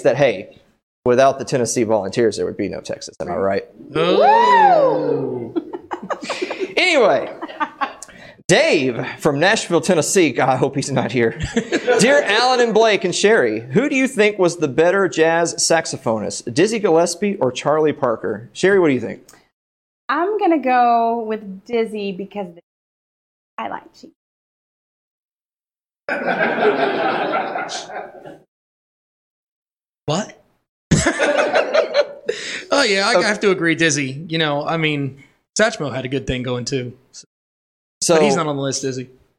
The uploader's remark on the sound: Host a live audience, guest, and musical guest for our epic Episode 100 event.